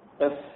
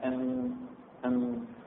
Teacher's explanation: يخرج من باطن الشفة السفلى وأطراف الأسنان وبخلاف الميم اللي يخرج من ظاهر الشفتين